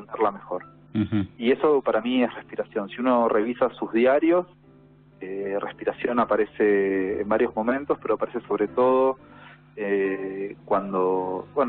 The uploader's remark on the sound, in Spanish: Hablamos por teléfono